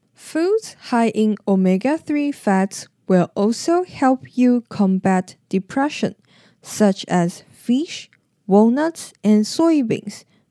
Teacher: 今天的句子我们在 fats, depression,跟 soybeans 的后面都可以做一下停顿 · Term: 断句